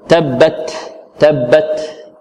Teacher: لماذا لم نقلقل التاء؟ لأنها مهموسة.